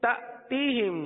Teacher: حمزہ ساکنہ پر جھٹکا دیں گے